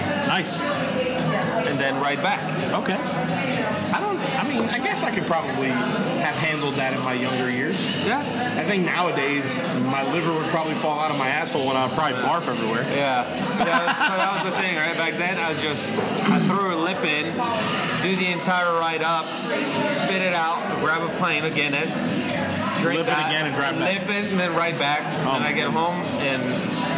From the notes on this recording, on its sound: LIVE from Due South Brewing - Copperpoint Brewing - Mathew’s Brewing. LIVE from 3 South Florida Staples...